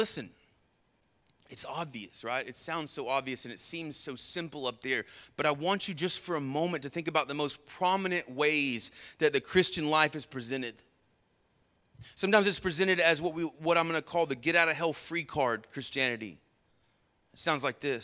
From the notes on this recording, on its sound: Sermon Audio from our Worship service